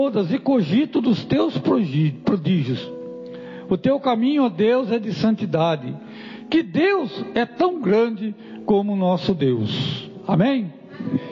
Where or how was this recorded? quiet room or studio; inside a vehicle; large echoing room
large echoing room